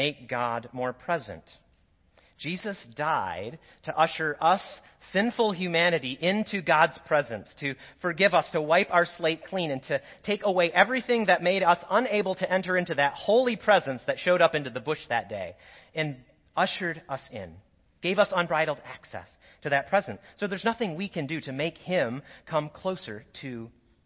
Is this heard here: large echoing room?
yes